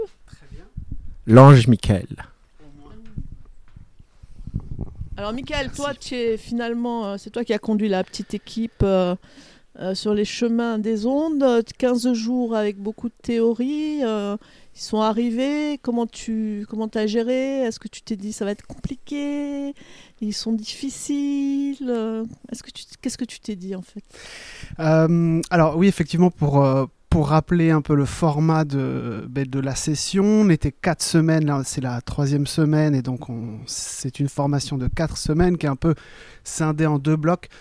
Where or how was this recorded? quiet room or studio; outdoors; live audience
outdoors